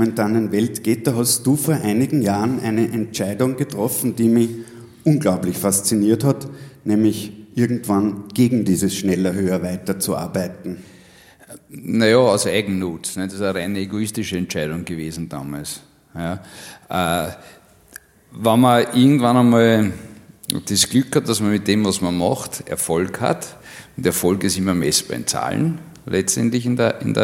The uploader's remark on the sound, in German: Auf dem roten Stuhl LIVE SHOW